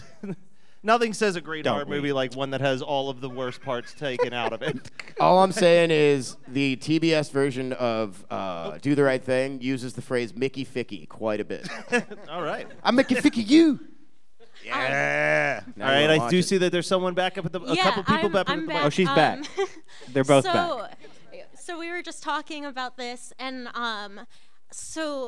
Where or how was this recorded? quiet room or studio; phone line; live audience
live audience